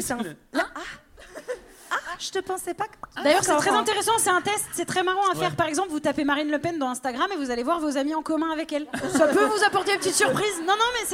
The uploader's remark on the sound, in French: une soirée en live au Café de la Danse, devant 250 personnes